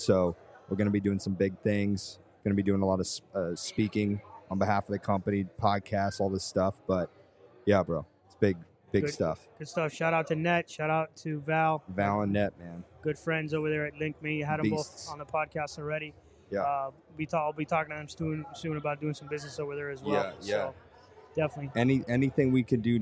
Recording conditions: busy venue